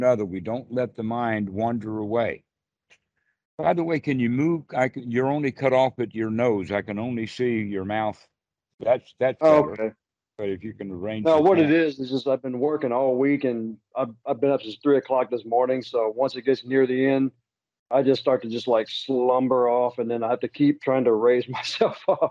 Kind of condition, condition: link, video call